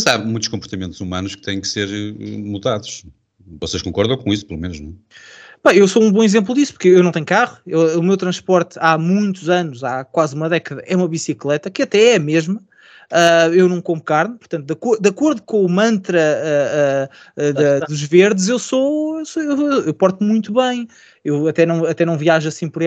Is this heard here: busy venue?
no